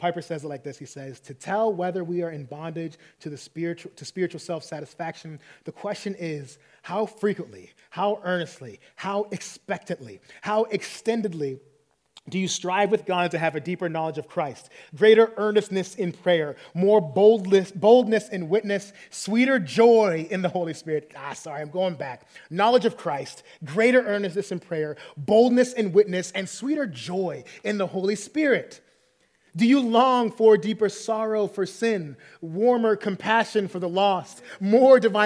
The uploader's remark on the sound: preached this sermon at our 20-30 Young Adults meeting on March 31, 2023.